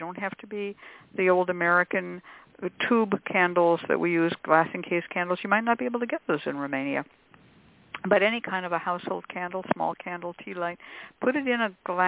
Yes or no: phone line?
yes